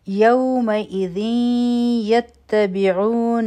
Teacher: په ذال باندې تنوین دی، مخکې یا راغله دلته به ادغام کو د غنه سره